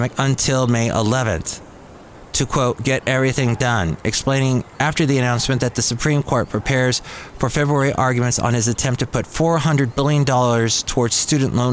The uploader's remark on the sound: podcasts live from Cafe Anyway